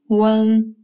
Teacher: Следующее финале имеет как полный, так и сокращенный вариант. Произносится как сочетание русских звуков «уэн», где «э» мягкое и короткое